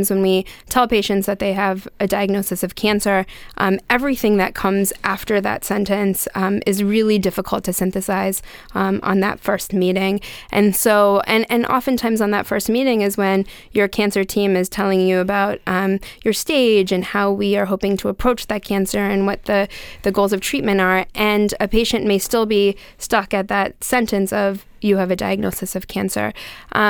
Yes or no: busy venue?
no